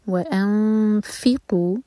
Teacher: و ان، یہاں پہ اخوا جب کریں تو فا کے لیے زبان تیار، اور فا ہم کیسے پڑھتے ہیں، اوپر والے دانت ہمارے نیچے والے ہوٹ پر لگتے ہیں. وانفقوا، نون ساکن کے بعد فا، تو فا پر زور.